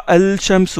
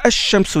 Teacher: Seulement, le lam, vous ne le prononcez pas, vous ne dites pas al-shamsu, vous dites ash-shamsu direct. Donc le lam, il entre dans le sha, dans la lettre shin. · Shown in: second take · Term: les lettres solaires, lettres solaires